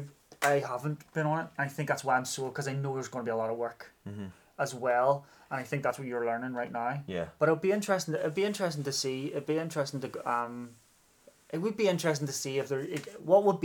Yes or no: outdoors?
no